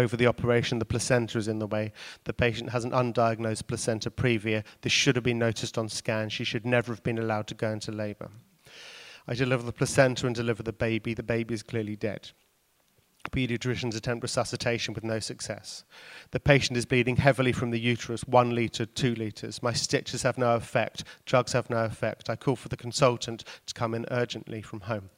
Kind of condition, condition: setting, busy venue